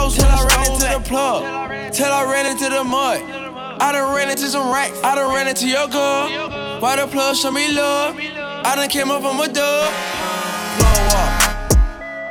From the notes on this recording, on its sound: BRIMZ 5 YEAR ANNIVERSARY EVENT (LIVE DJ MIX)